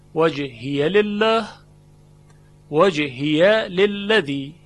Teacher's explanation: اما حفص در هر دو مورد به فتح الیا خونده